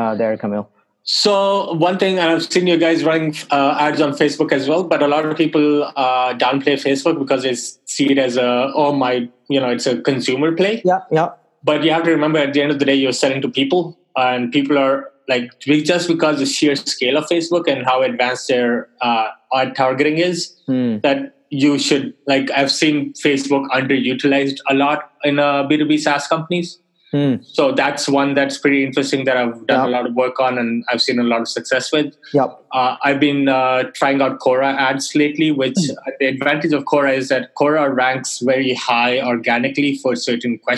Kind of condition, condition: link, video call